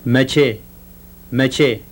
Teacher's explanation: the voiceless palato-alveolar affricate at the end of the word meaning when.